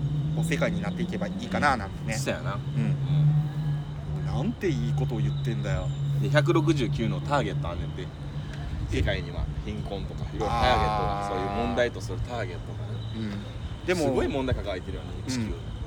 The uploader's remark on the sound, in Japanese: 公園録音で虫も聴けるpodcastでございます！